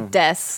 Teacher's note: you would just say des. Like, you don't need the oo.